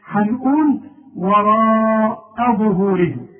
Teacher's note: رقق لي الهمزة قوي وبعدين فخم لي الظهر